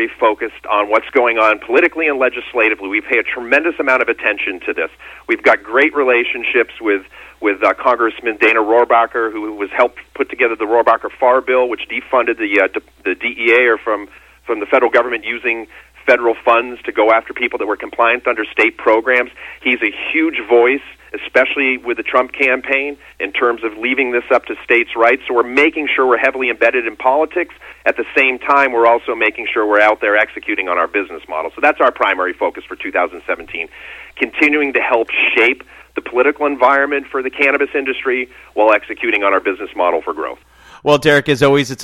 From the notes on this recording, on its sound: called in to SmallCapVoice